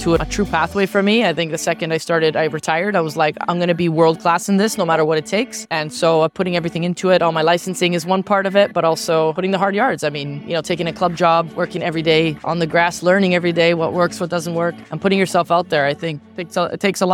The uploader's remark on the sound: This episode was recorded in Sydney during the FIFA Women's World Cup at the FIFA Women's Football Convention 2023